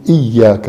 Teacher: لأنه الشدة هي عبارة عن حرفين، مو هيك؟ لما بقول إياك معناتها في ياءتين انضغموا مع بعضهم البعض